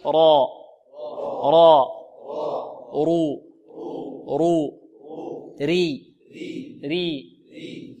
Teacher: لأنها مفتوحة، قلنا الراء المفتوحة والمضمومة مفخمة والراء المكسورة ترقق